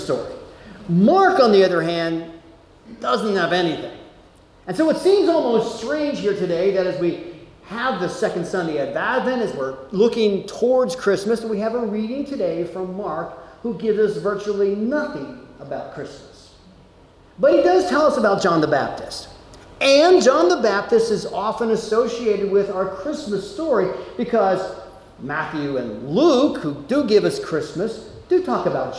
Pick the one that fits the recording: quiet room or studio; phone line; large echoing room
large echoing room